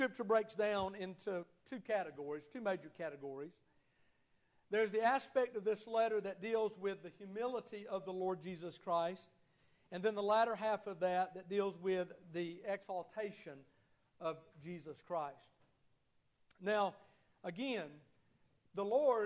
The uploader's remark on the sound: Sunday morning service at Liberty Baptist Church.